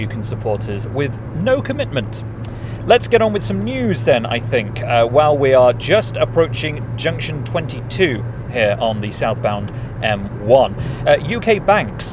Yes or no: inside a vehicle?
yes